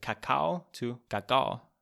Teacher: a lot of K's become like G's · Term: soften the hard plosives